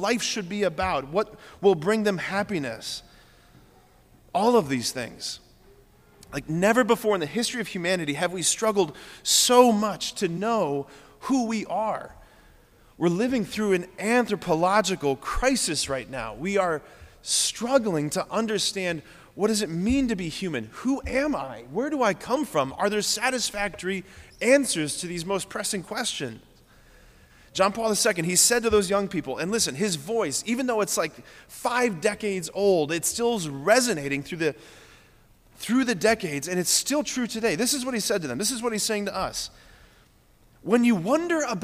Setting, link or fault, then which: setting, large echoing room